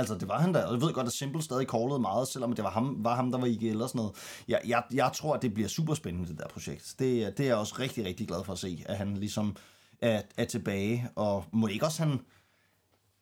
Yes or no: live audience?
no